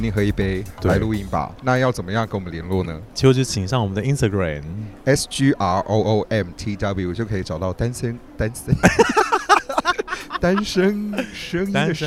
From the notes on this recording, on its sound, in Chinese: 實際上我們是坐在露天酒吧區錄音